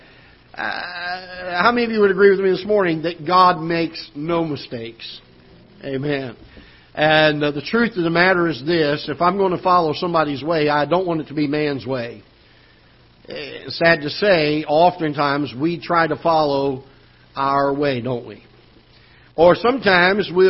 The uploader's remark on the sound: Ketha Heights Baptist Church ~ Live Broadcast